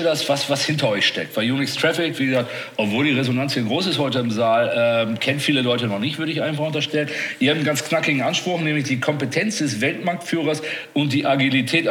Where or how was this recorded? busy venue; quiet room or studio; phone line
busy venue